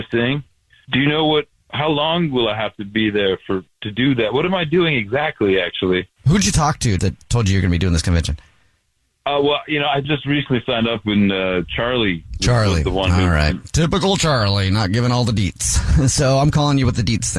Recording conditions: phone line